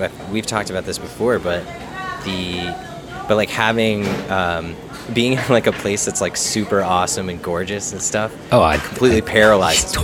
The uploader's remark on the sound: We apologize in advance for the background noise in this one as it was recorded in the middle of a busy airport before an impending blizzard. Pre-blizzard epicast.